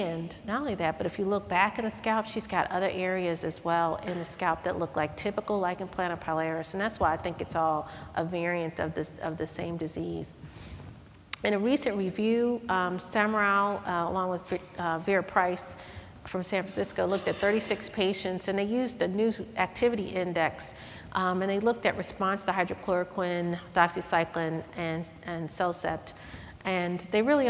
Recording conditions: large echoing room